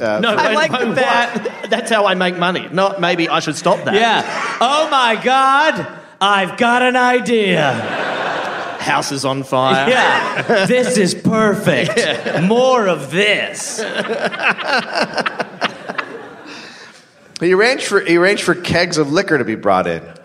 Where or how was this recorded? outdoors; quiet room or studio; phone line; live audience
live audience